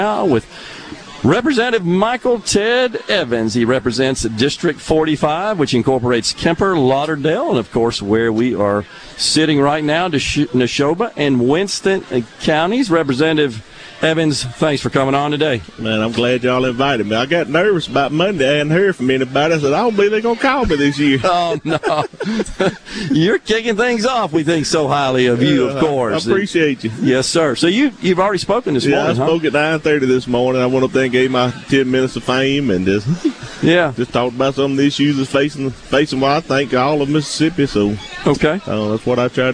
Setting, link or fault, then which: setting, busy venue